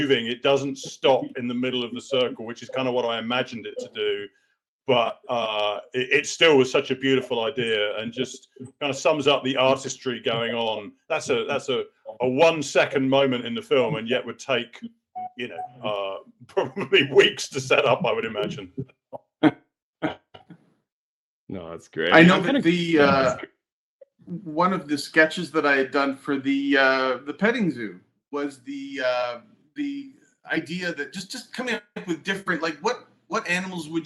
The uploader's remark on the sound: Live Book Release Event via Crowdcast